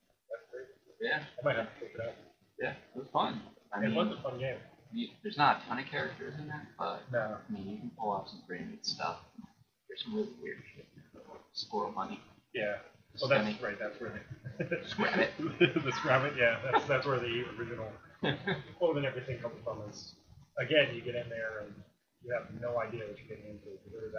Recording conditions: poor sound quality